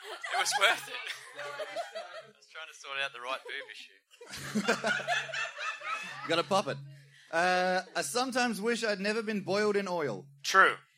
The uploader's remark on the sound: Safety Toast Live at the Adelaide Fringe